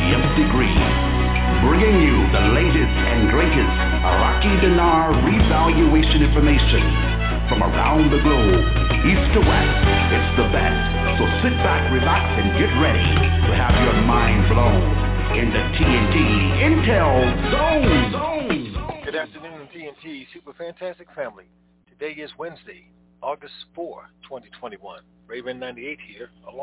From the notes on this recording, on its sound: Conference Call